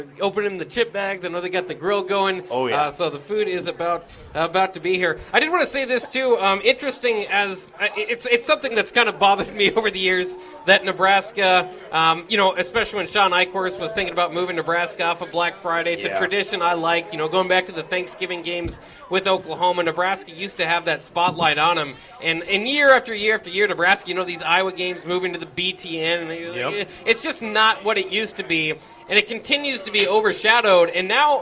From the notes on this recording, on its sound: LIVE FROM CEDARS